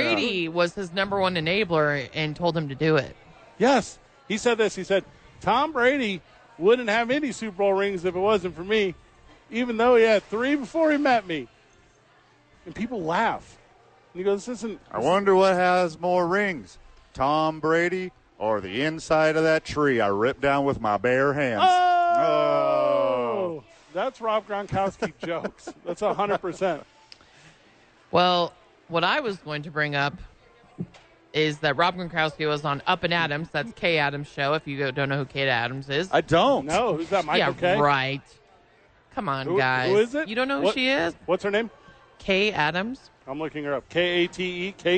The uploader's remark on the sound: live from Isotopes Park.